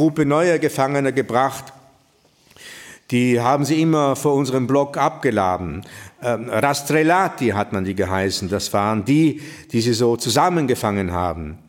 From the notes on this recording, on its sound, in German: Sie hören den Mitschnitt eines Themenabends von Anfang September in der Villa Schindler in Telfs.